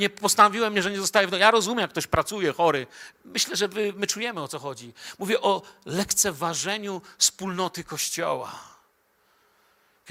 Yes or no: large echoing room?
yes